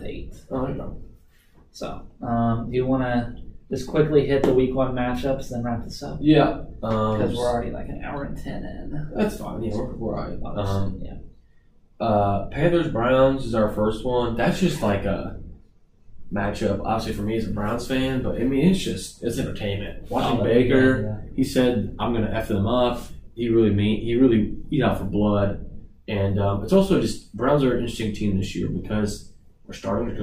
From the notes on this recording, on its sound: Sorry for the poor audio quality in this episode we had problems with the microphone